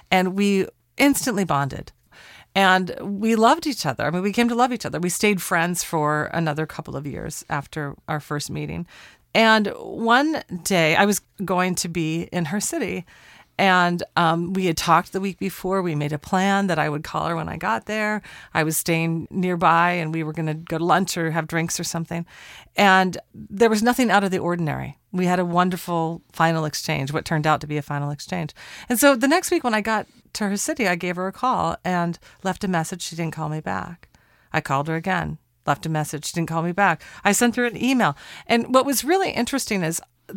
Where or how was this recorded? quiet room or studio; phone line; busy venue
quiet room or studio